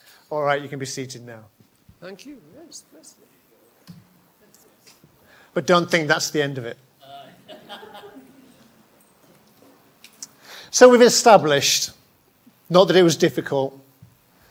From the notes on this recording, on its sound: Preached at Hollybush on 13th February 2022, my first at the church.